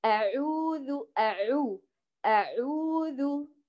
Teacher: البعض يمزج ضم العين بالسكون